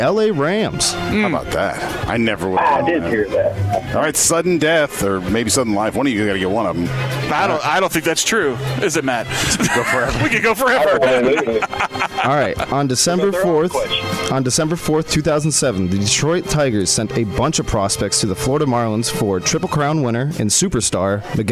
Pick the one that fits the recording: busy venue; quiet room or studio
busy venue